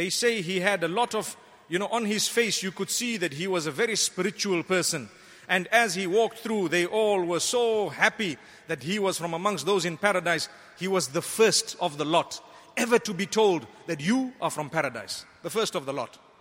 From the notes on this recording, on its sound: Delivered at Tuanku Mizan Zainal Abidin Musjid.